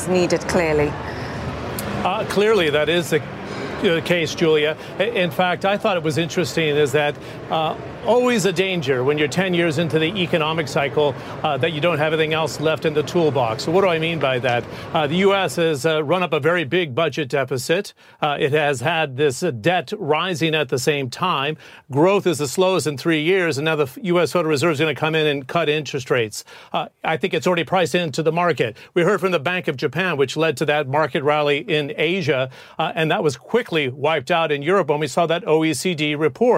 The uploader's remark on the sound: Live from the New York Stock Exchange.